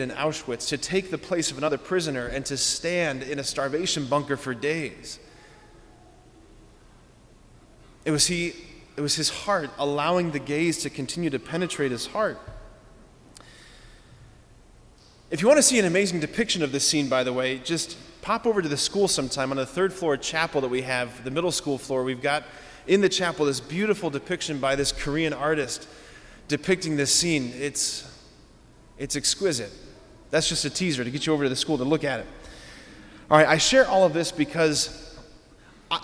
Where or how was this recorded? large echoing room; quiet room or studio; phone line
large echoing room